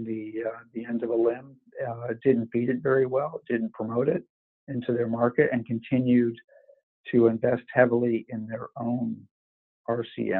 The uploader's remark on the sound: Conference Call